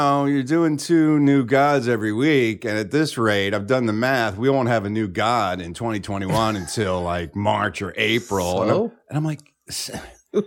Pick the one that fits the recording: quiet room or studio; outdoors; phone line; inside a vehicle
quiet room or studio